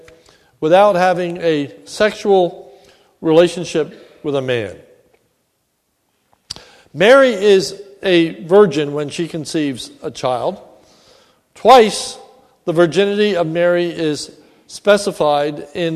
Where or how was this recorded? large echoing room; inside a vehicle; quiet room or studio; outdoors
large echoing room